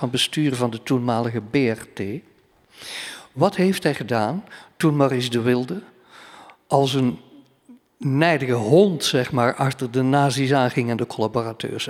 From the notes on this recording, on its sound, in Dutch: Deze aflevering van 'drie boeken' werd live opgenomen in de Belvedère, de bovenste verdieping van de Boekentoren in Gent.